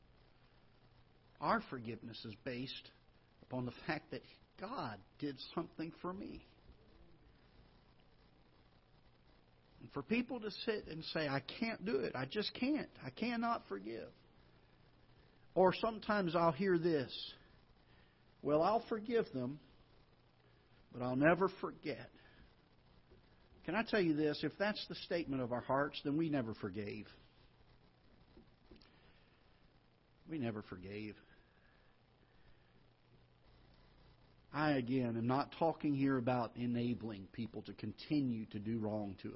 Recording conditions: large echoing room